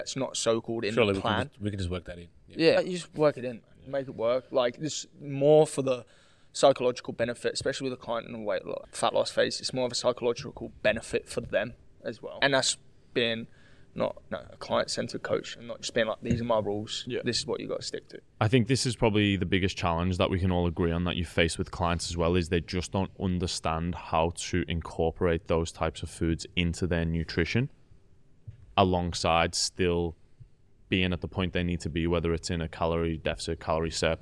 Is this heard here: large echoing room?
no